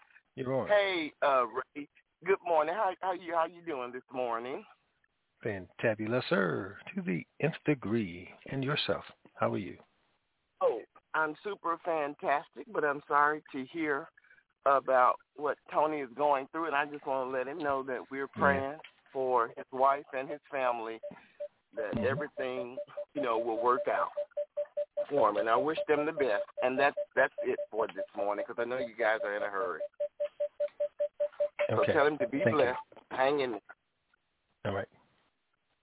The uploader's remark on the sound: TNTSuperfantastic Conference Call